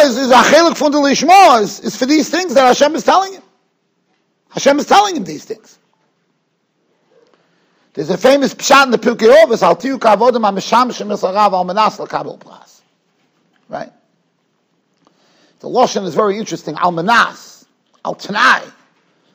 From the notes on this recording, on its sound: Shiur recorded in Yeshivas Ohr Reuven, Monsey, NY.